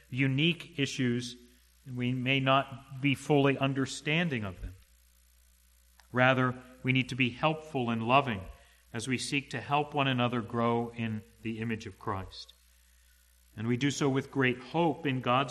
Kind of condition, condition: setting, large echoing room